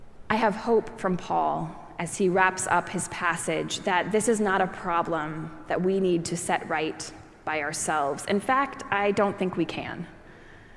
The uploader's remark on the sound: preached at our celebration of the Holy Eucharist on the Eighth Sunday after Pentecost.